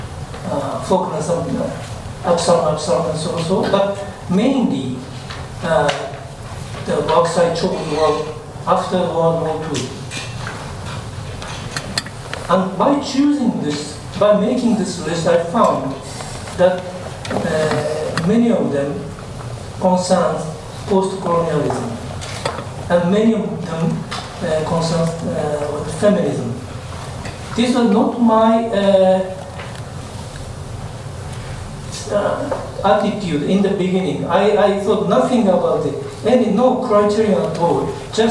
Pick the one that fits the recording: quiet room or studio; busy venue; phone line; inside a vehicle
busy venue